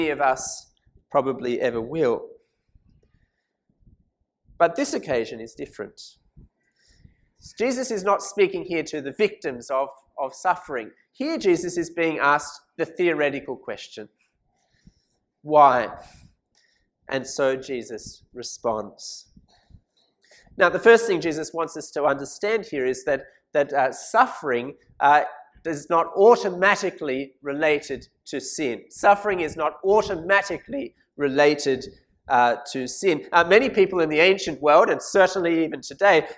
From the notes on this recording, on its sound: This sermon was preached at St Mary's Cathedral, KL.